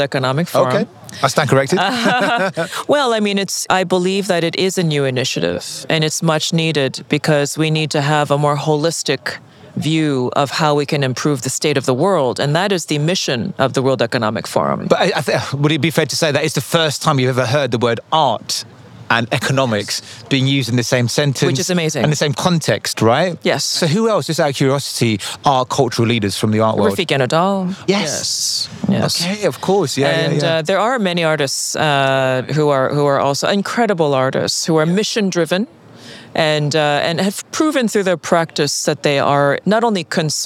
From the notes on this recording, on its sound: on location at Art Miami